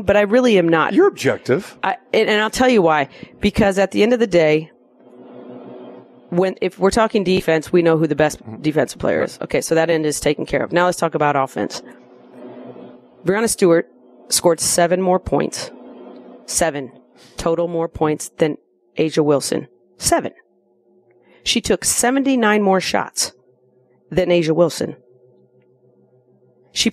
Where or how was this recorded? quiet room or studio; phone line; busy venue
busy venue